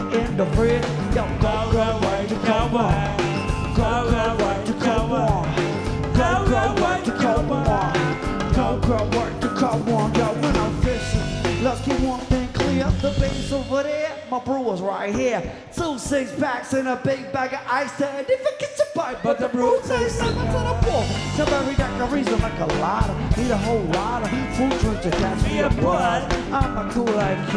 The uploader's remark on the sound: Live at Nashville Sunday Night. By Lightning100.